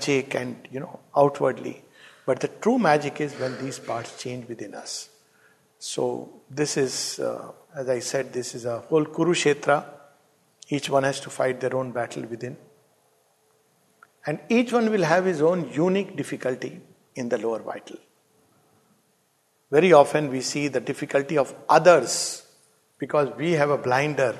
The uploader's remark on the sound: This talk delivered at Savitri Bhavan